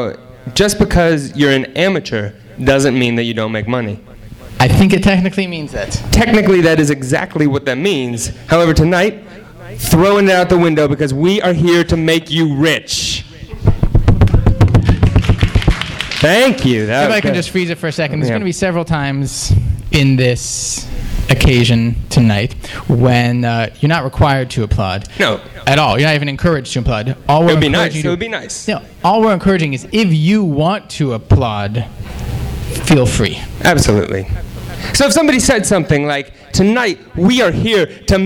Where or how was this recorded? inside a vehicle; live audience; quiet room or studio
live audience